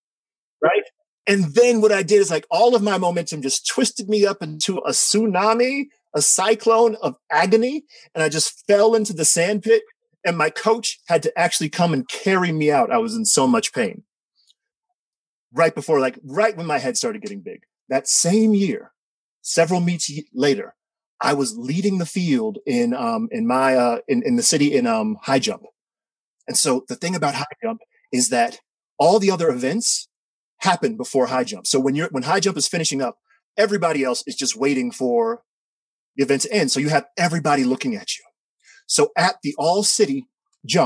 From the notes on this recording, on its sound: told this story live to a virtual audience on 17 March 2021